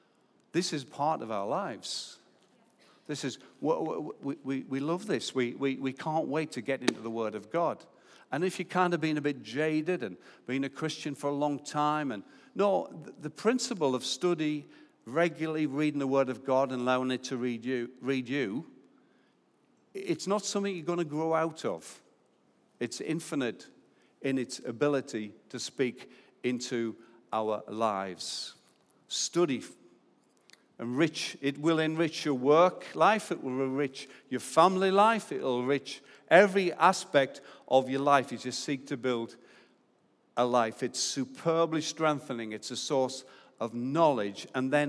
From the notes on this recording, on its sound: Recorded live at Life Church